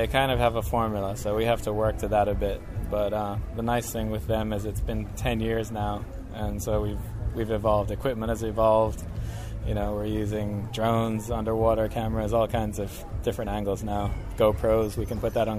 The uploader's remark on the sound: This month I take you aboard the 1928 50ft, 22-ton Alden Schooner Charm III as we race in the Antigua Classic Yacht Regatta